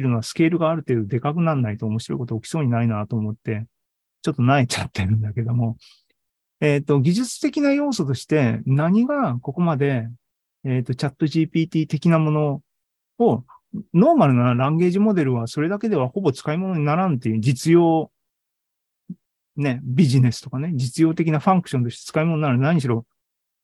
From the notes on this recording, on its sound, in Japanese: ２０２３年２月２２日に開催した ZOOMライブの模様です